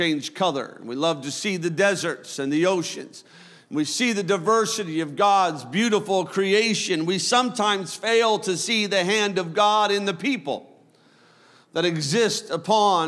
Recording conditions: large echoing room